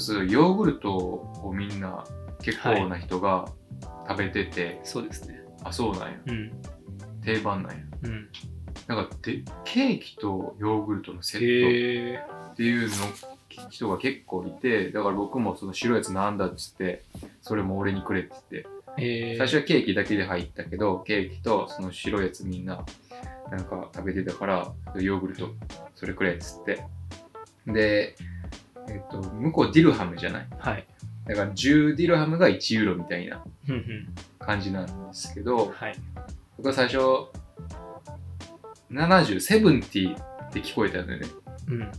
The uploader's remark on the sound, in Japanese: 今回機材トラブルで音質が悪く聴きにくいですごめんなさい！